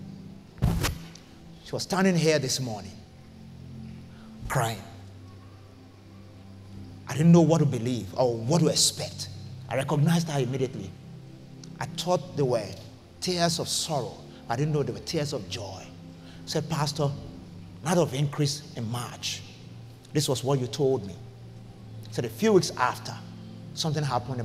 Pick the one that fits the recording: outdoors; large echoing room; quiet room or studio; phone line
large echoing room